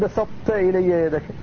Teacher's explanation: فتدغم في التاء لكن مع إبقاء صفة الإطلاق وليست صفة للتاء لكنها من الطاء في سورة المائدة.